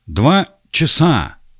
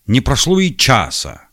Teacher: Но ударение переходит с корня на окончание. · Shown in: first take · Term: паукальный